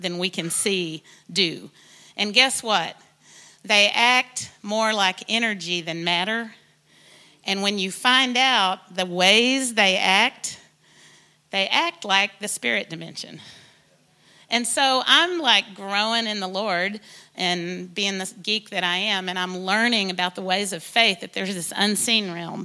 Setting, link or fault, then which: setting, large echoing room